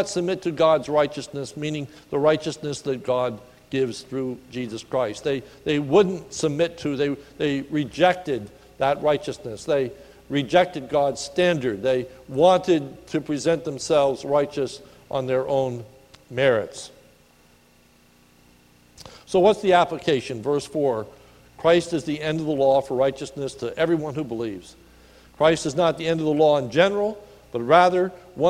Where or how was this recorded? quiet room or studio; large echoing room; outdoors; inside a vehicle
large echoing room